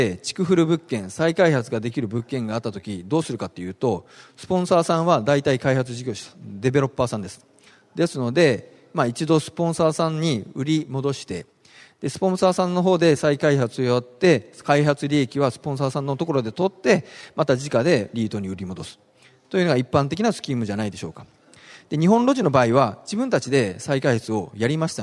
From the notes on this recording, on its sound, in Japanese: ２月２０日に東京証券取引所で開催した「J-REITファン2016」に登壇した